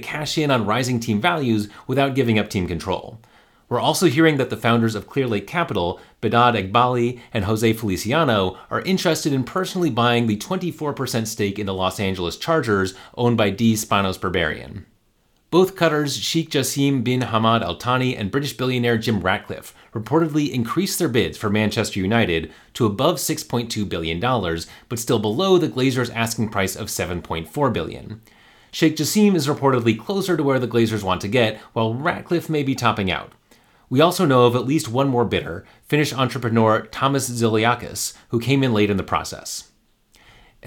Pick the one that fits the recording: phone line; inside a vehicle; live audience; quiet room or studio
quiet room or studio